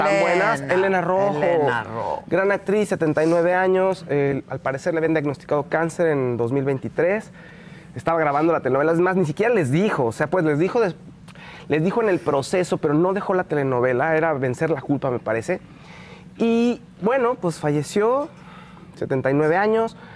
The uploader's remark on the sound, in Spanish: Estamos transmitiendo desde el Campo de Golf Encanto Marina, en Mazatlán, Sinaloa, porque el jueves comienza el Carnaval.